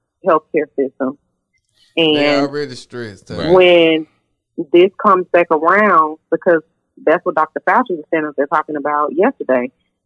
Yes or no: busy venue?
no